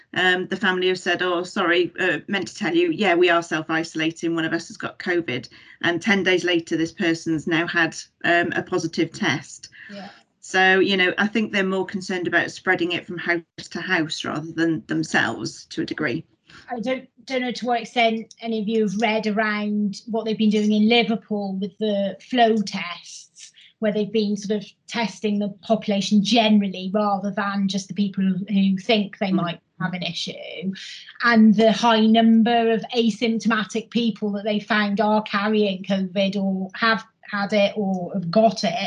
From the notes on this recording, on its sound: we held another virtual HR Insights webinar in November